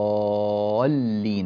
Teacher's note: ننطلق من الألف إلى اللام بضغطة صوتية تسمى نبرا حتى تعيننا على بيان تشديد حرف اللام